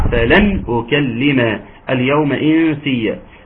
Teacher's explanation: نون ساكنة أتى بعدها الهمزة، حكمها إظهار